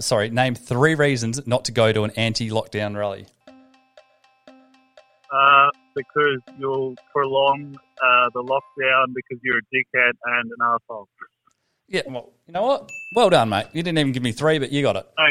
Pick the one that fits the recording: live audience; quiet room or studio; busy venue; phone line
phone line